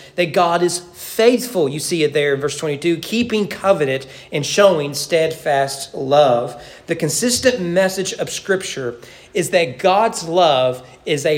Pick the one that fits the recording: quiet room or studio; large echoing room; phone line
large echoing room